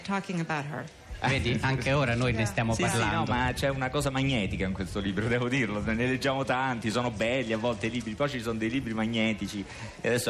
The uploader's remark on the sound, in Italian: Fahrenheit al Festivaletteratura di Mantova